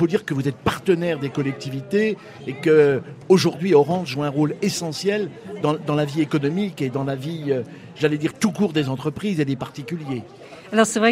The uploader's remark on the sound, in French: RCF en direct de la 76e Foire de Châlons.